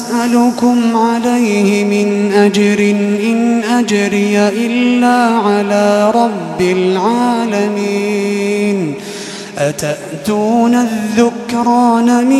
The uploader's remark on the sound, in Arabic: تسجيلات من صلاة التراويح لشهر رمضان عام 2016.